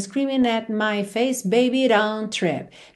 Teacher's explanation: Não tem muito don't trip, é mais rão, rão. Ou seja, essa redução aí de T e D para rararã sempre que possível